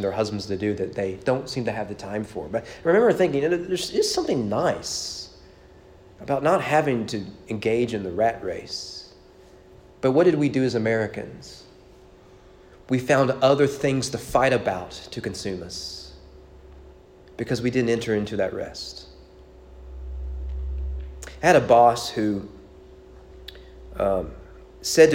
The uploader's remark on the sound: Sermon preached at East Frankfort Baptist Church on October 12, 2021 during evening worship.